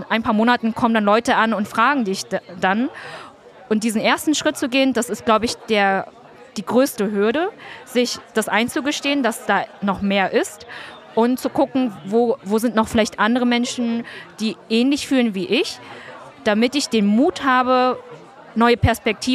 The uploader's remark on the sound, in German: Auf dem ISLE OF MIND Festival haben wir diese Folge mit ihr aufgenommen.